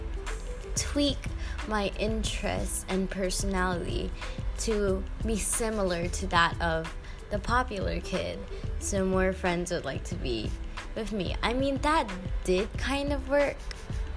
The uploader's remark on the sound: might be a little background noise, sorry